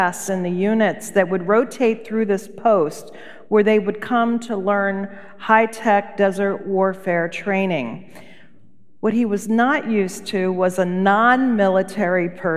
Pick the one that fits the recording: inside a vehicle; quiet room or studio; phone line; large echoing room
large echoing room